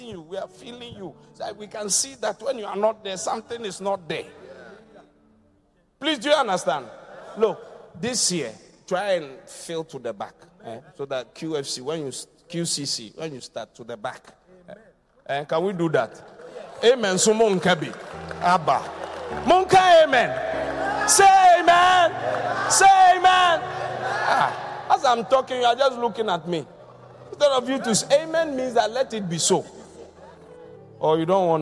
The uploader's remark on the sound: Preached at The Qodesh. Encounter Service.